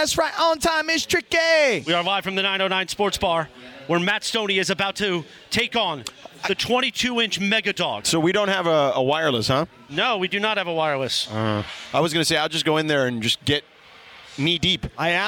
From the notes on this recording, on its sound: LIVE from Yaamava Resort & Casino